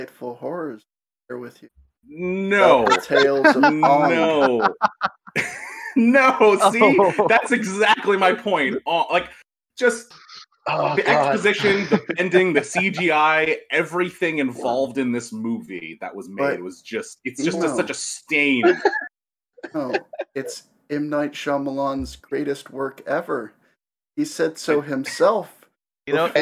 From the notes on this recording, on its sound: Please forgive our technical difficulties.